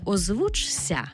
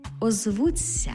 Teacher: Пишемо «чся», а вимовляємо «ця». · Shown in: second take · Наприклад, не «озвучся», а «озвуться».